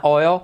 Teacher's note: la L al final de palabra casi no suena